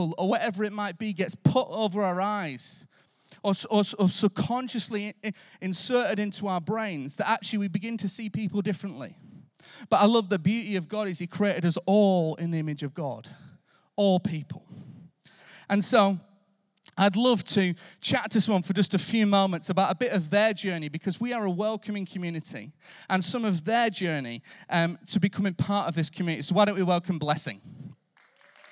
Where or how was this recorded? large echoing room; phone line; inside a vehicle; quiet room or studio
large echoing room